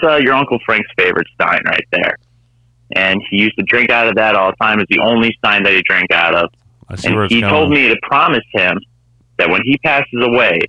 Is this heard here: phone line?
yes